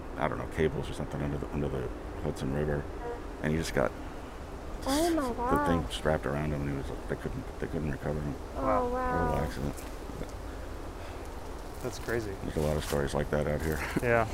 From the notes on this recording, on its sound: We go on a walk through Old Calvary Cemetery